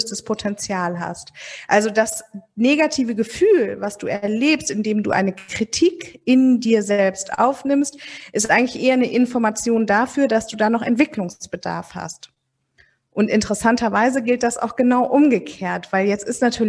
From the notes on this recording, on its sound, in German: im Rahmen eines Live-Podcasts zum ROCK N RAISE Festival von Mama Meeting